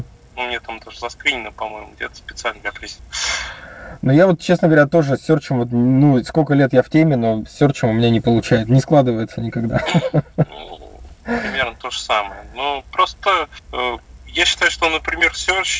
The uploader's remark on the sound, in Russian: Извиняюсь за качество записи